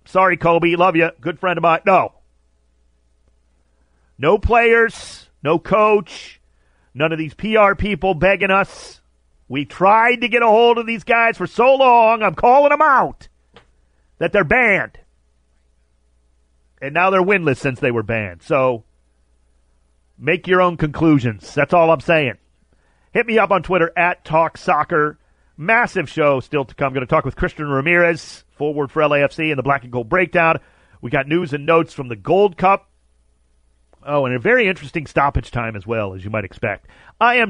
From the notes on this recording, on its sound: called